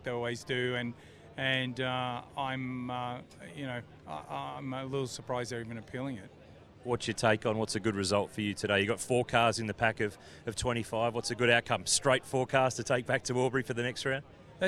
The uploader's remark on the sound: live from the Newcastle 500!